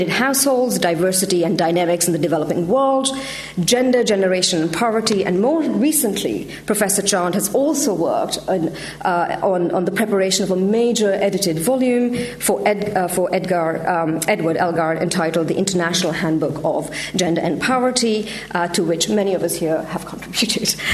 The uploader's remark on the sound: Gender Institute 20th Anniversary Conference keynote